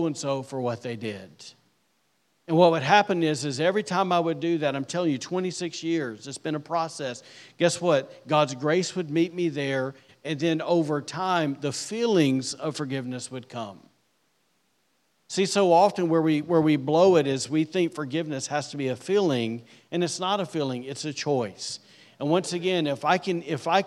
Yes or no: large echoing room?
yes